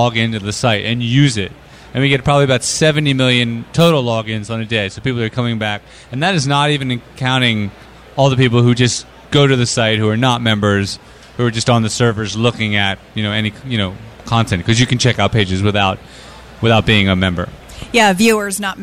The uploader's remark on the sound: LIVE from the Webmasterradio booth during ad:tech San Francisco